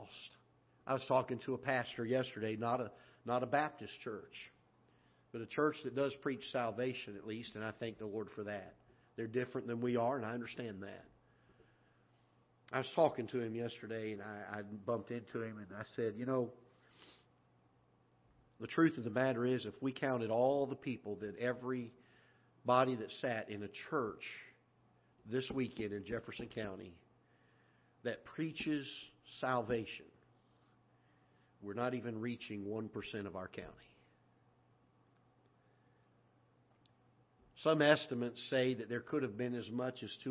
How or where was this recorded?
large echoing room